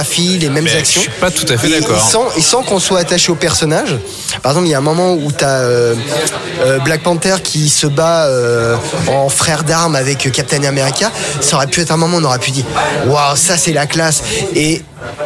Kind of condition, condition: setting, busy venue